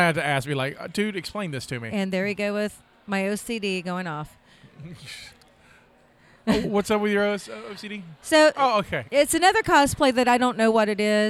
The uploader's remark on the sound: The Weekly Mopcast Mobicon 2018 Special Part 1. Are at Mobicon and decided to start recording at the table.